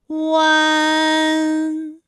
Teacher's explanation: 是从圆唇的后高元音乌开始，口型迅速的由合口变为开口状 · Term: 乌安